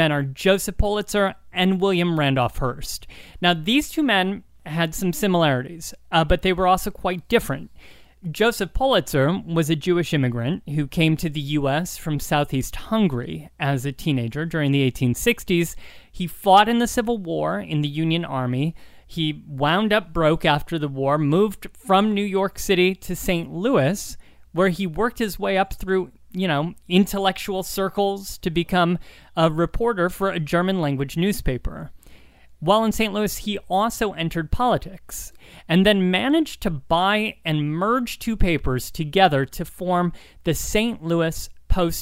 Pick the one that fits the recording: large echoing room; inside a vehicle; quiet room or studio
quiet room or studio